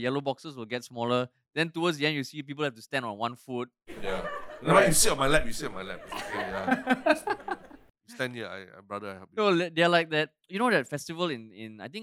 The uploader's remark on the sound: Welcome to our first ever LIVE podcast recording, which was recorded as part of Funny Fridays at the National Gallery!